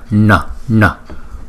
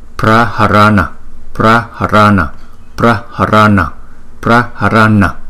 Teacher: cái chữ N này có dấu nặng cho nên chúng ta lấy cái hơi từ trong vòm miệng chúng ta đưa ra